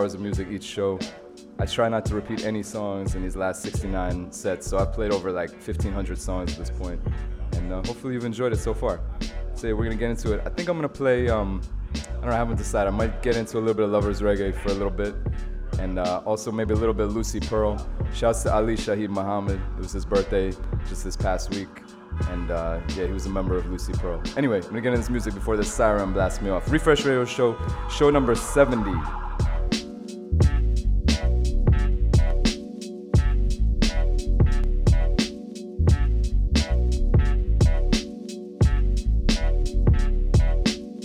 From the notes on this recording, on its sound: Originally broadcast live on August 15, 2016 from the storefront of The Late Late Bar on Houston Street in New York City.